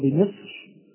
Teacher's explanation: هذه الراء دائرة بين التفخيم والترقيق، ولكن التفخيم أولى